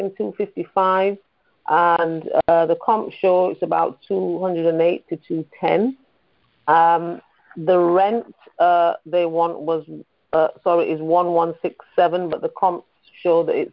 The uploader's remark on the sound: Gold Club Q&A Call